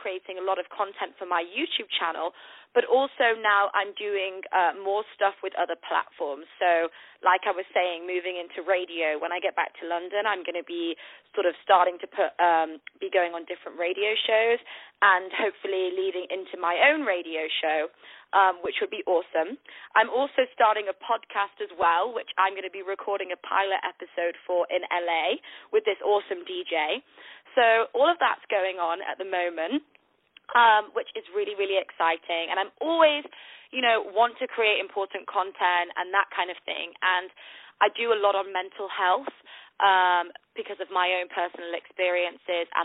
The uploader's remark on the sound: On the phone